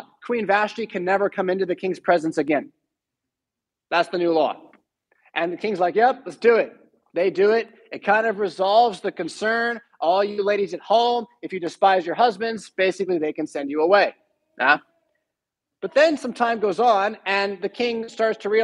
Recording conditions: large echoing room